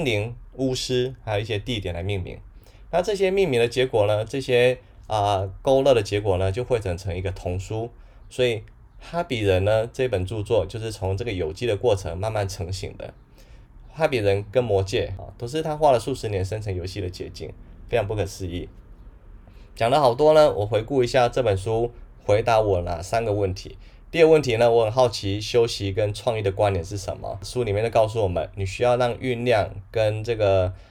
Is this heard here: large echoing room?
no